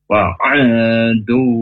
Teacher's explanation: huruf ain dari tenggorokan yang tengah. Jangan hanya wa'adu.